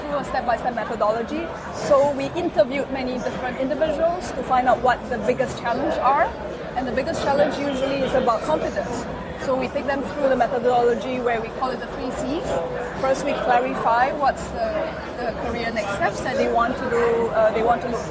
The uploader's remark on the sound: The video interview was recorded at SAP next-gen stage at Entrepreneur University in Wiesbaden, Germany. Thank you to SAP Next-Gen for providing us space.